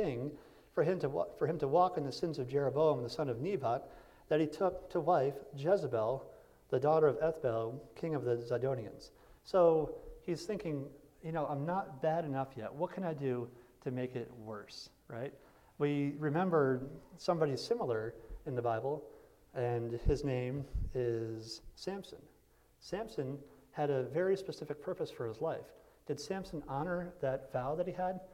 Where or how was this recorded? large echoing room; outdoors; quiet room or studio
large echoing room